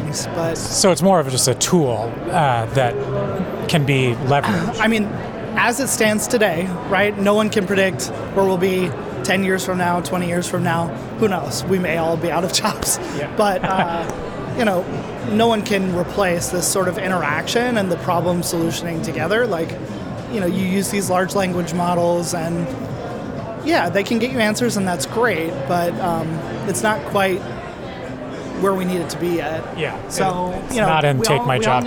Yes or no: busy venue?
yes